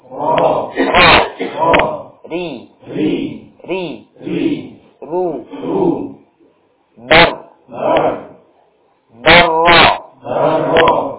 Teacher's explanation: getaran ringan pada ujung lidah ketika mengucapkan huruf ra · Term: takrir